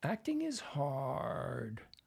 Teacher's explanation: at the end they go down and they stop talking and they go to fry · they fry their voice, they de-voice it, yeah, as a way to say they're done